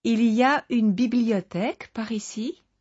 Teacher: in French, you can get away without a real question form by using the rising intonation.